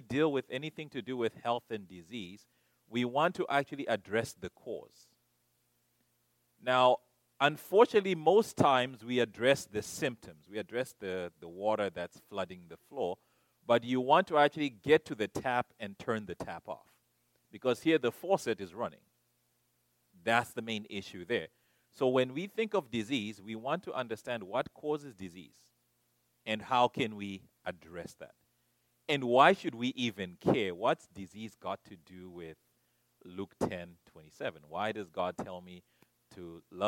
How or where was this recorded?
large echoing room